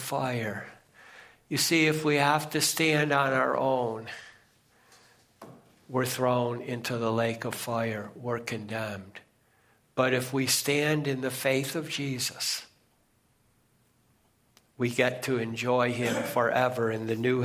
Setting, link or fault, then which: setting, large echoing room